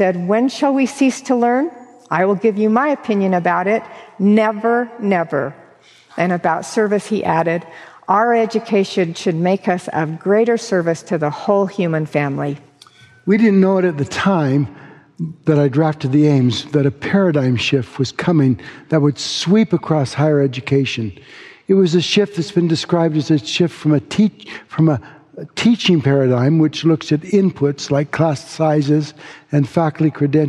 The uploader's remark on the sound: delivered this forum address on October 31, 2023